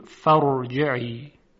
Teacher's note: همزه وصل در درج کلام، یعنی در وسط کلام، ساقط شده و حذف شده. خب چون این همزه‌ای چون ثابت و پایدار نیست و عارضی هست، حرکت اون هم به تبع خود همزه ثابت و پایدار نیست و نمیتواند عاملی برای ترقیق باشد.